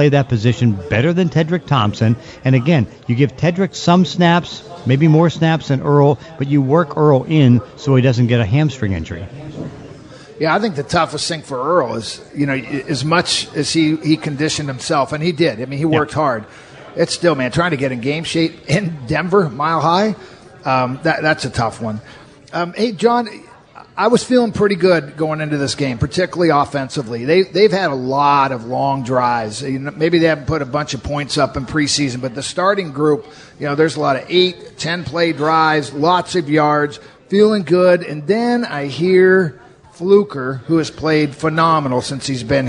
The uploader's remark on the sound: Live at Pearl Bar and Dining for Hawks Live!